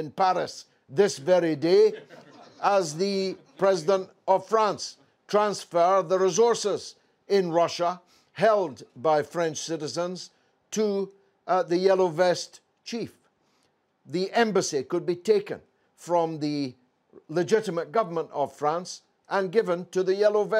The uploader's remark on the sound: On AL Mayadeen network. With an audience of experts in London.